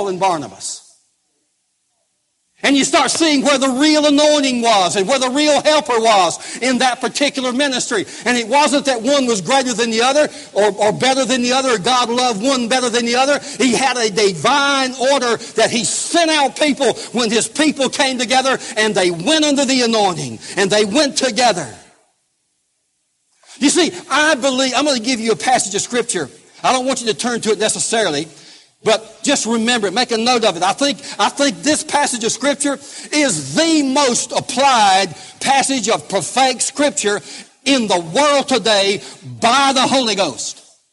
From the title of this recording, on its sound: live service